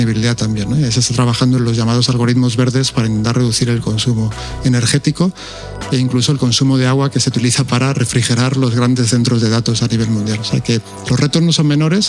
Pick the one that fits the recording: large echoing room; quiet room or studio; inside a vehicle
large echoing room